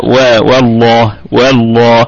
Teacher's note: الهمزة همزة وصل تثبت في البدء وتسقط في الوصل، واللام مفخمة لأنها مسبوقة بفتحة اللي هي و والله والله، ما لا تقول والله و و و والله، لا خطأ، و و هي دائما هكذا و والله مع تفخيم اللام لأنها سبقت بالفتحة.